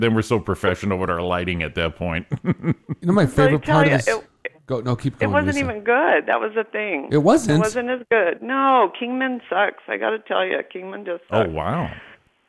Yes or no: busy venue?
no